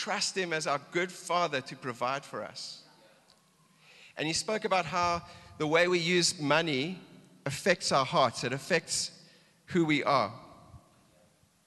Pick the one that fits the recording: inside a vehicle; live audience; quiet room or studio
live audience